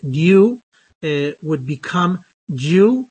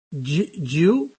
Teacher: There would be a transformation of the da and the yod for a ja, and the ta and the yod for a cha sound.